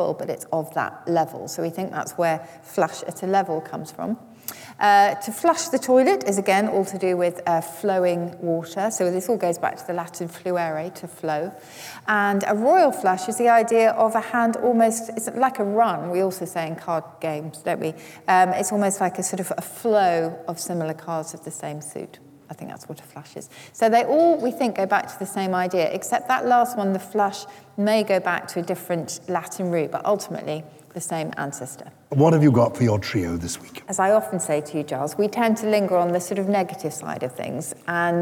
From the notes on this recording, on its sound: Highlights of the first live show of our 2021/2022 tour. We’re in Bath.